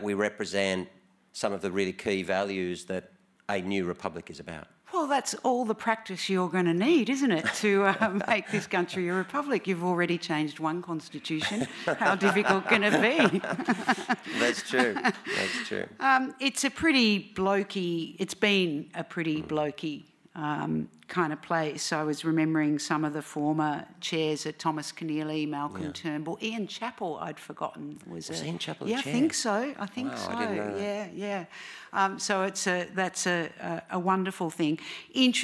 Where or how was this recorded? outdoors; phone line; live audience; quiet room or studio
live audience